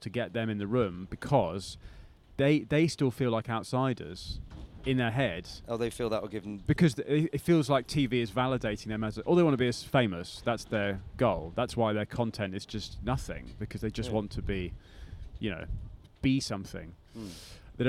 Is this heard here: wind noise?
yes